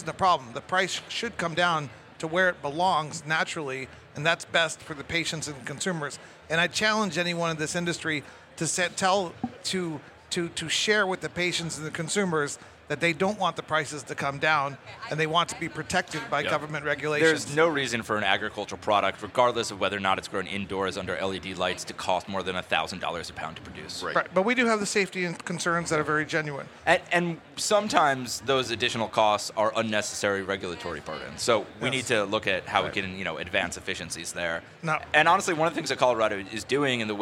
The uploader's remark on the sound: Recorded at MJBizCon 2023